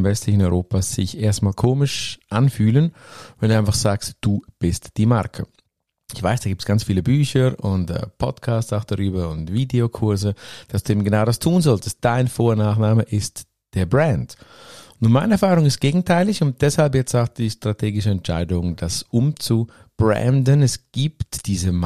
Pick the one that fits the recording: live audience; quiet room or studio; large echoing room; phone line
quiet room or studio